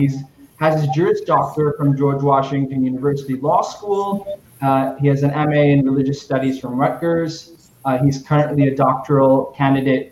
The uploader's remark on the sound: The audio gets much better a few minutes into the podcast.